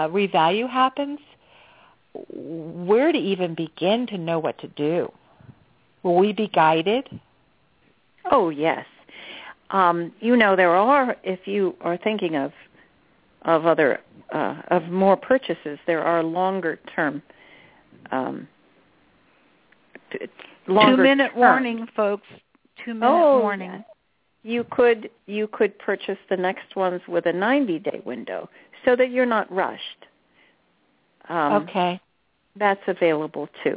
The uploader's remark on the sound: She will do a channeling session live so that callers can call. Personal responses to callers during the special call-in segment.